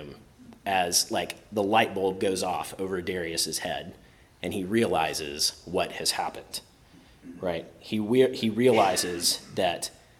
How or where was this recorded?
large echoing room